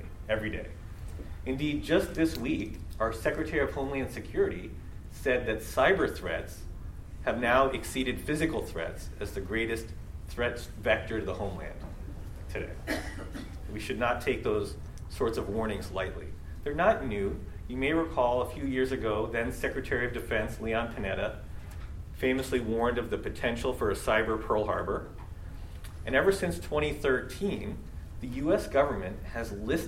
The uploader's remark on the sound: LIVE at the Annual Meeting.